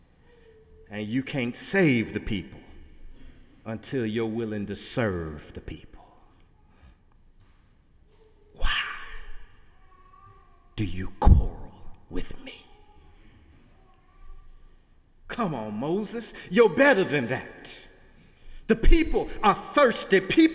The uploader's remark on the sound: Sunday sermon October 1, 2017 in the Memorial Church of Harvard University.